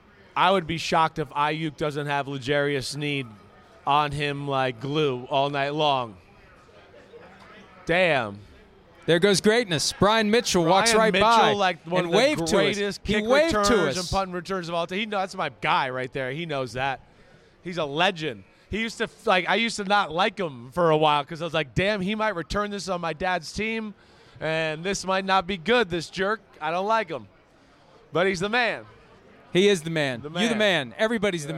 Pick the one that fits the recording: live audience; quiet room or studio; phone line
live audience